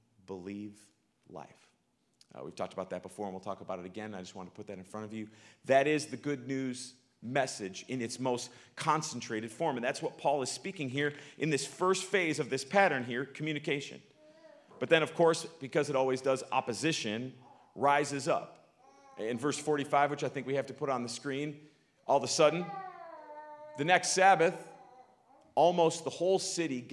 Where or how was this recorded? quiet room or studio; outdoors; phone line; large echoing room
large echoing room